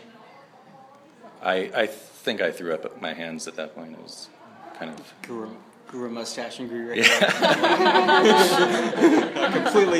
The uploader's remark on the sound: This episode of IRL was recorded live at the Poetic Research Bureau in Chinatown, Los Angeles.